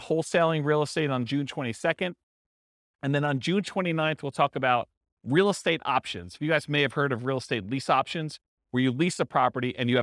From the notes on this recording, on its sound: This was a live class recorded